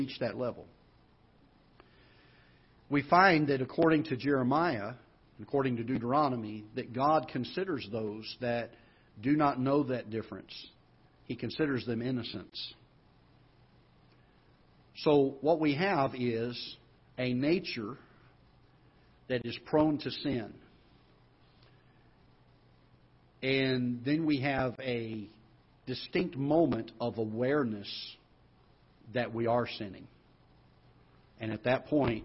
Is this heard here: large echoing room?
yes